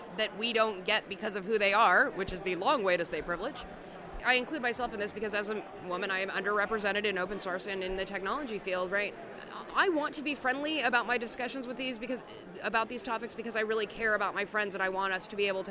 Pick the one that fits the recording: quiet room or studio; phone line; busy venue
busy venue